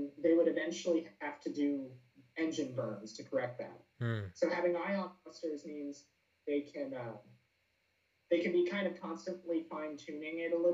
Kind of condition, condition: fault, poor sound quality